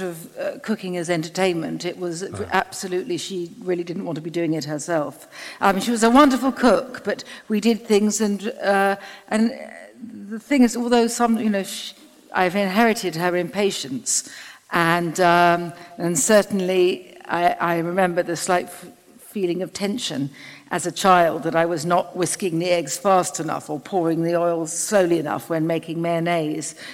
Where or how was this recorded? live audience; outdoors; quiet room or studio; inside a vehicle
live audience